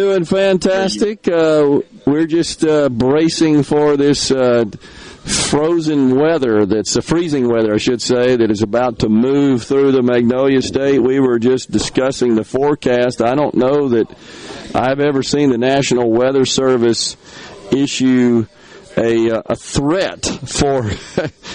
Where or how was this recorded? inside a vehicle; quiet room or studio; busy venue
busy venue